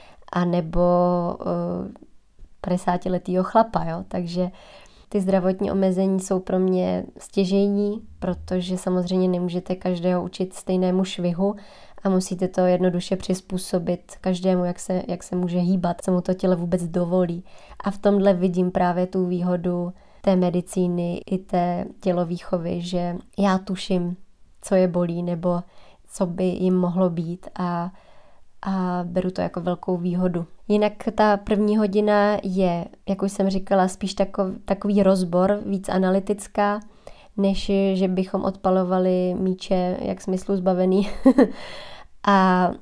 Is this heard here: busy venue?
no